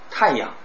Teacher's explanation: 太阳我们往往的重音就落到前面了